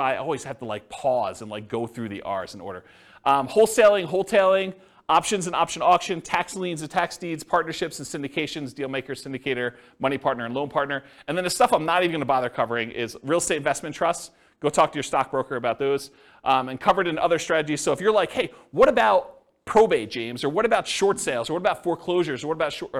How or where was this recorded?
live audience